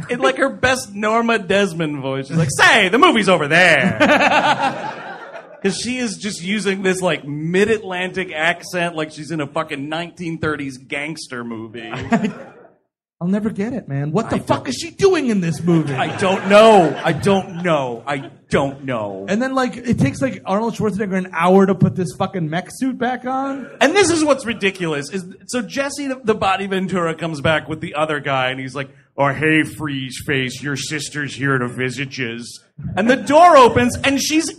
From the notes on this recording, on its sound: Live! at the Hollywood Improv. Recorded live in front of a sold out room.